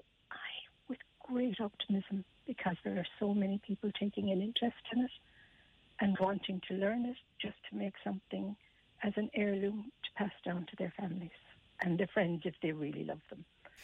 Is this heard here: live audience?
no